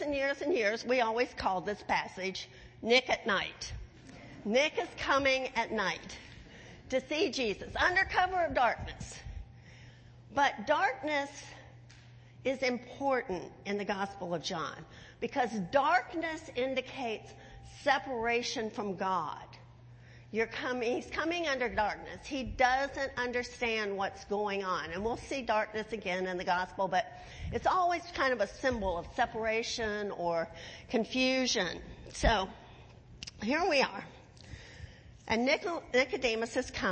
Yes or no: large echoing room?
yes